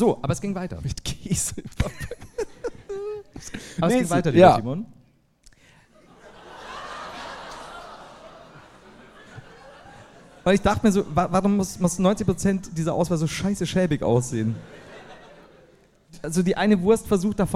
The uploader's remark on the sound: LIVE in Leipzig